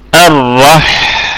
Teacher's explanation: الحاء ساكنة فيها الهمس وفيها الرخاوة، الرح هكذا، يعني الرخاوة يعني يمتد بها الصوت، يستمر الصوت مستمر، الرح.